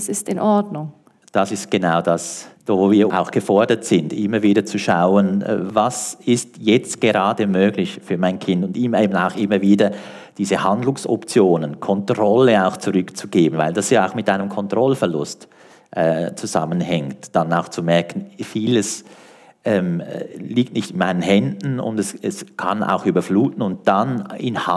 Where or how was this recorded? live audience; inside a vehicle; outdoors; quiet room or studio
live audience